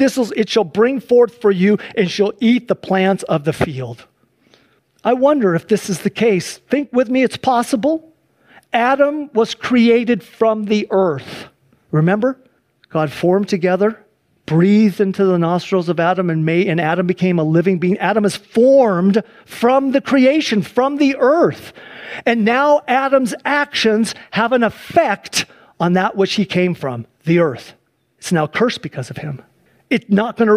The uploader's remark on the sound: Sunday church service livestream